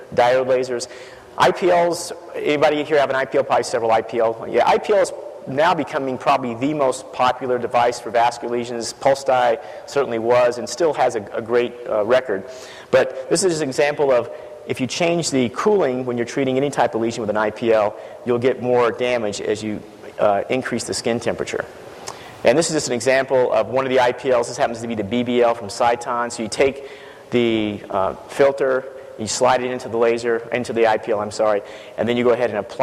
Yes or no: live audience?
yes